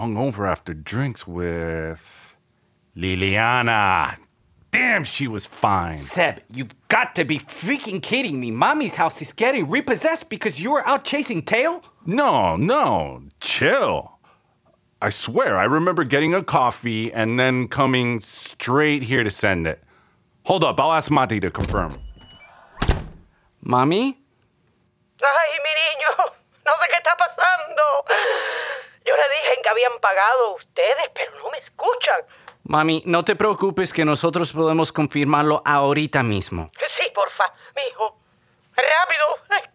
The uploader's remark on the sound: Call their mother in Colombia. They call their mother, who sounds like she's getting robbed!